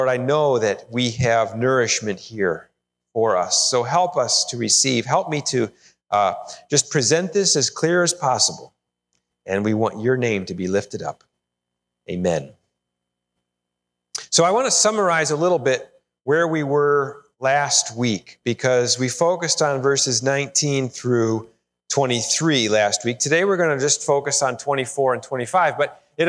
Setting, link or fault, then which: setting, large echoing room